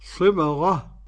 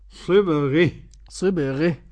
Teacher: صبغة إذا وقفنا عليها للإمام الكسائي فيها الفتح والإمالة